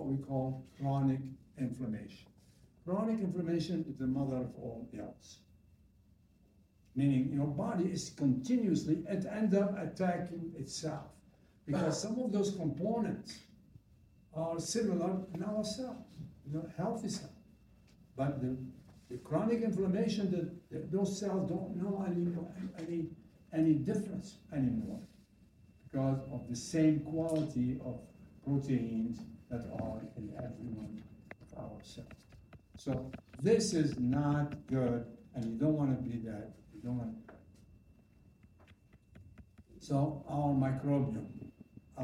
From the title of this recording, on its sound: live audio